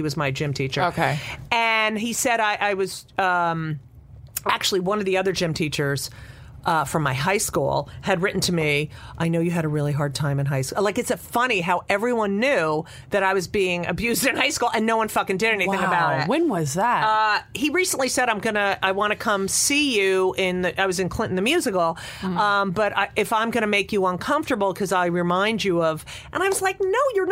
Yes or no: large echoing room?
no